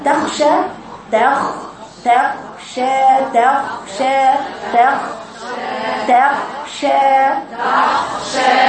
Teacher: لو لم نخرج هوا مع الخاء لأصبحت تغشى، أصبحت الخاء غين · Term: حروف الهمس